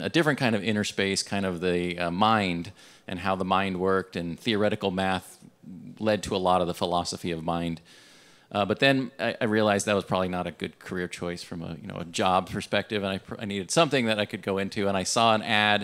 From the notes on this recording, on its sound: This conversation was recorded at TWIN Global on Monday, September 25th, 2018, at Marshall's Landing, Merchandise Mart in Chicago.